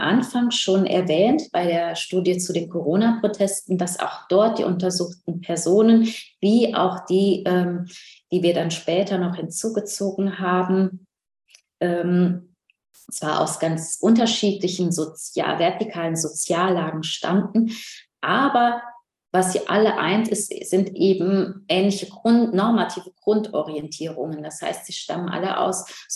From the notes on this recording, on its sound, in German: Ein Mitschnitt der online Jour fixe-Reihe der Assoziation für kritische Gesellschaftsforschung (AkG). In der heutigen Ausgabe des mosaik-Podcast hört ihr einen weiteren Mitschnitt der digitalen jour fix Reihe der Assoziation für kritische Gesellschaftsforschung.